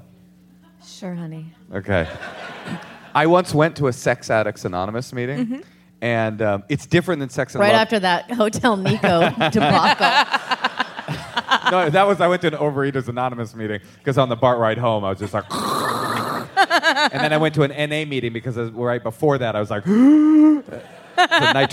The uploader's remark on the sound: Live from SF Sketchfest. Live from the Marines’ Memorial Theatre as part of SF Sketchfest!